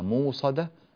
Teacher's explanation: قرأها قالون من غير همز